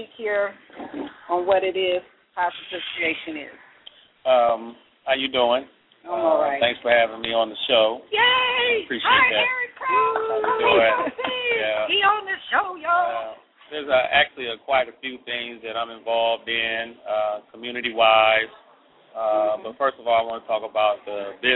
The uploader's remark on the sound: Broadcasting live in Columbus, Ohio at the Shoppes at 1030 Alum Creek Drive.